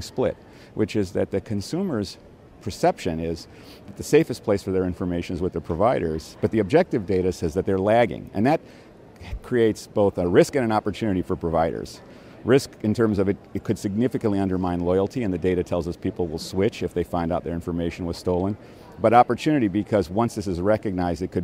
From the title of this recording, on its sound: LIVE from #HiMSS17